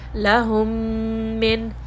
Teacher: giving it a complete ghunna, meaning that it is coming from my nose. So instead of saying ma lahum minallahi, I'm going to mix them together.